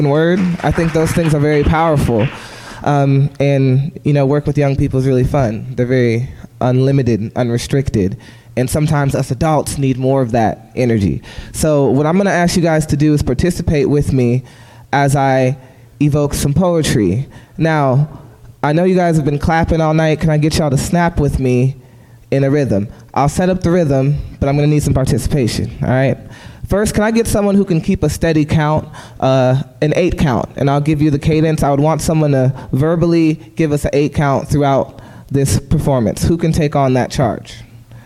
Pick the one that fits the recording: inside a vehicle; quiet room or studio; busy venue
busy venue